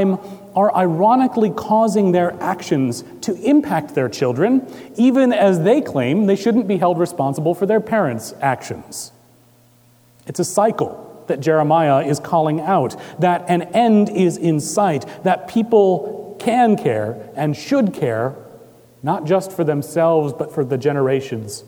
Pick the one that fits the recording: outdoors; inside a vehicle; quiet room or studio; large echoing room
large echoing room